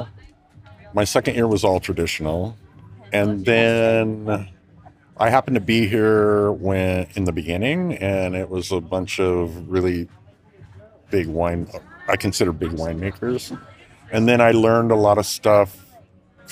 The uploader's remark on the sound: Interviews with some of the winemakers at the By The Way Festival November 2022. By The Way is a wine festival held regularly in Richmond, CA.